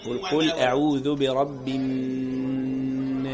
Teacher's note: نون مشددة بديها غنة حركتين